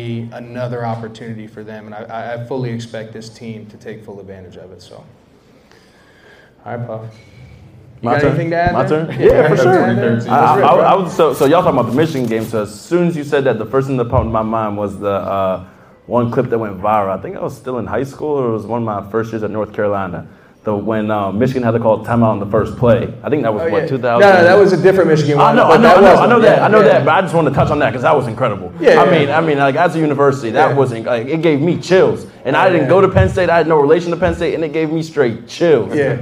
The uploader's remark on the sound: Huge shoutout to Champs Downtown for the helping us host this live show! Thank you to everyone who made it to the event!